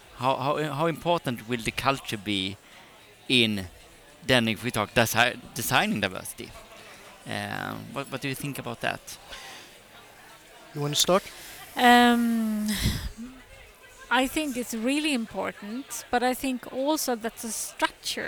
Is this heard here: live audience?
yes